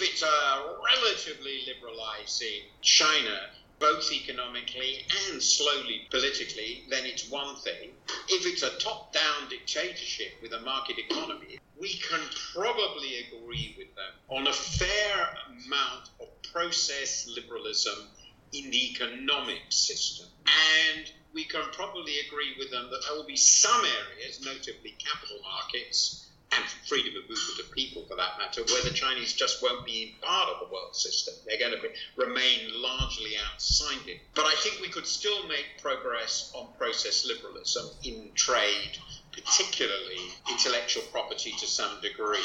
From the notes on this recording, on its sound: Imperfect audio quality.